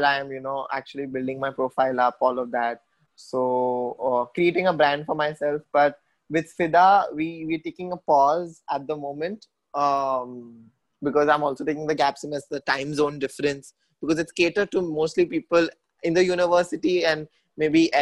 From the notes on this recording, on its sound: Zoom Meeting